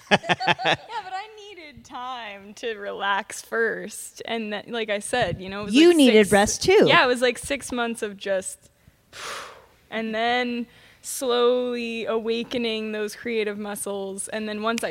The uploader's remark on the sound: Recorded on location at the 2022 Greeley Irish Festival in Greeley, Nebraska.